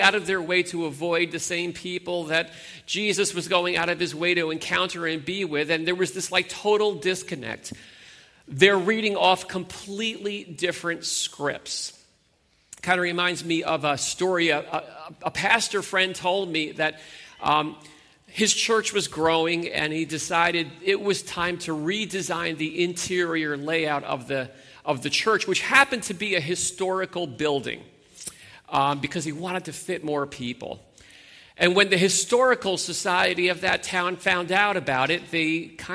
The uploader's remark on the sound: Sunday Morning Worship Gathering